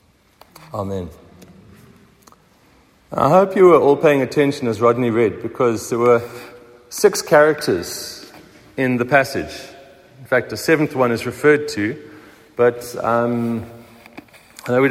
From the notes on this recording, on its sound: Recorded at the 7am service on Easter Morning, Sunday 9th April 2023